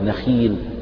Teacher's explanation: لا تقل الخاء من حروف التفخيم فتقول نخيل مثلا، لا، يعني الخاء مكسورة فهي في أدنى درجات التفخيم كأنها مرققة